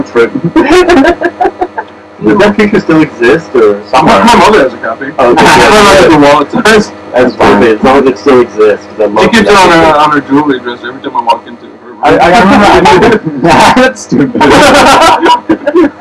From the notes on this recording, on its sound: Alert: This week's podcast is of compromised sound quality.